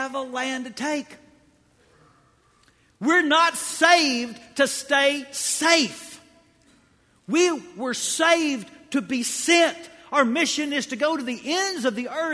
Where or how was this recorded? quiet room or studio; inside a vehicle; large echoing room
large echoing room